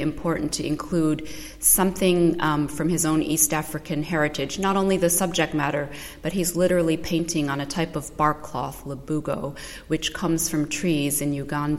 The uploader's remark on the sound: We visit the Whitechapel Gallery in London